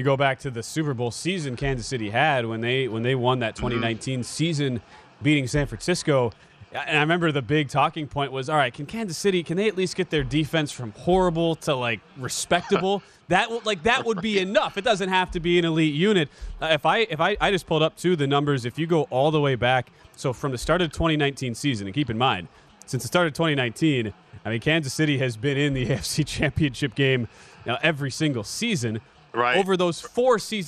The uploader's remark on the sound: live from Radio Row in Phoenix, AZ